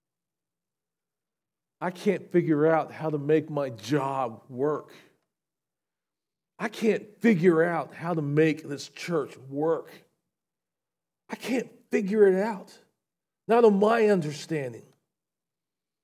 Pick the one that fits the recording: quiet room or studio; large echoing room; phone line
large echoing room